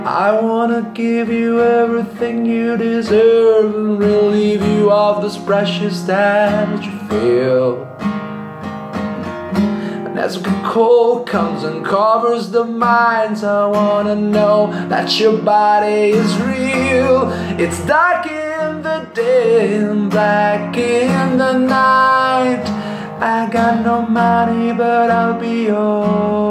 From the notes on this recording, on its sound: Here's a bunch of songs I've recorded during these last years through my smartphone, just for fun. Home recording only, no mix, no further post-production, just lo-fi acoustic recordings.